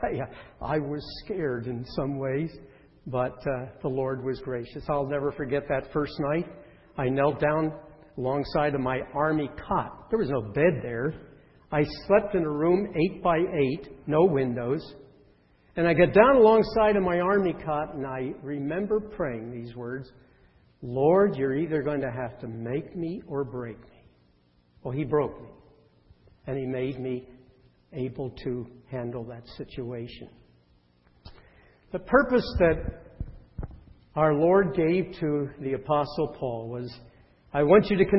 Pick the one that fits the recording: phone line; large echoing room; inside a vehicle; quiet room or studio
large echoing room